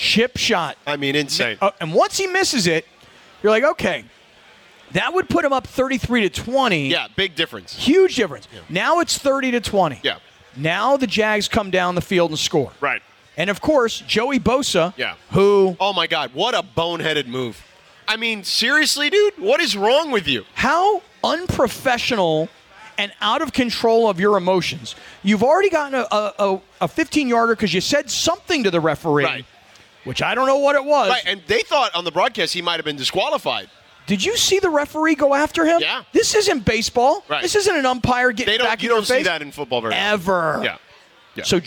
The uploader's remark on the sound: we are are LIVE from Yaamava Casino & Resort